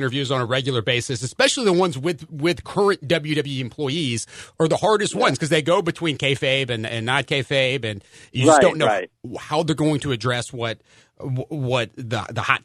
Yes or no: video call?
no